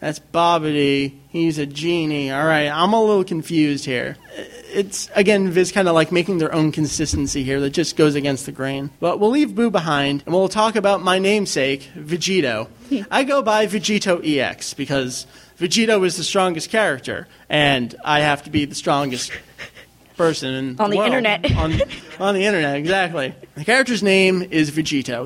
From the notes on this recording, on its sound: Record live from MangaNEXT 2007. During our panel ("DragonBall Manga: A History").